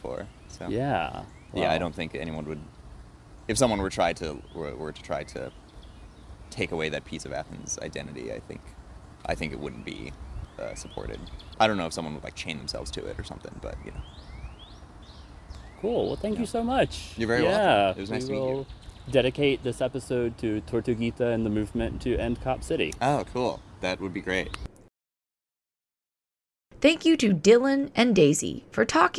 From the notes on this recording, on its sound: Special field report recorded on location. Interviews several neighbors of The Tree That Owns Itself in Athens GA.